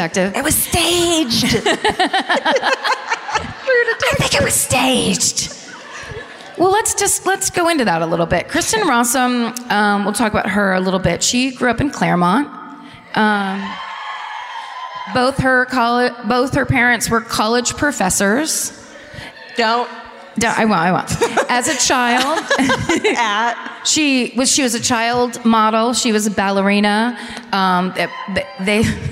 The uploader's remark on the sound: Live at the Civic Theatre in San Diego